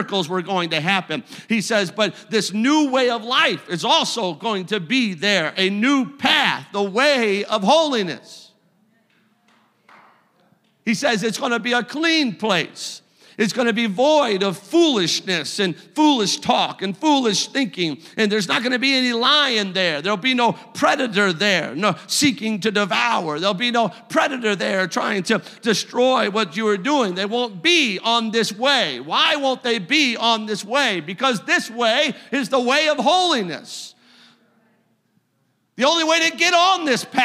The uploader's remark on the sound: a service recording from Connect Point UPC